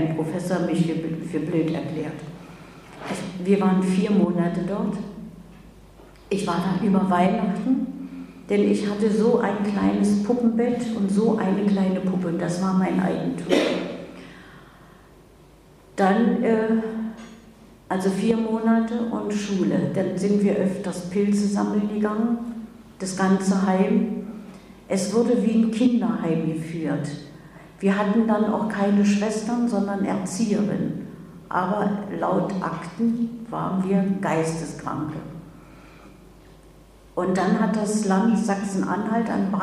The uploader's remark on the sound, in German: Der Mitschnitt stammt von ihrem Vortrag auf Einladung von Radio Dreyeckland in Freiburg